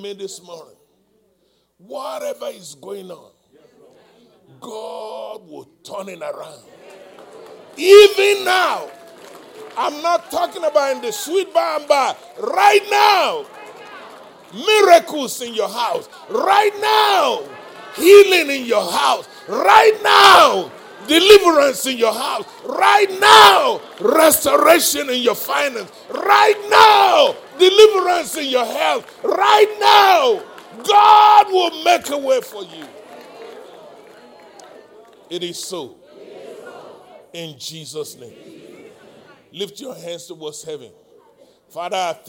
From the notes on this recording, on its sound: live-recording